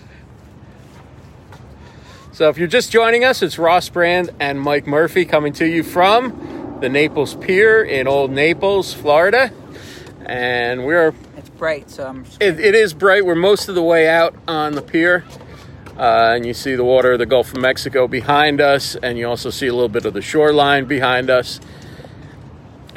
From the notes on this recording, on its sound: Live at Naples Pier. Podfest at the Naples Pier in Old Naples, Florida.